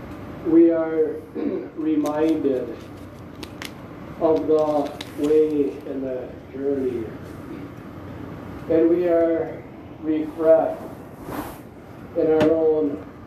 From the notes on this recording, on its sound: Seattle Washington &Moncello USA Laestadian Lutheran Church Communion Services 2021.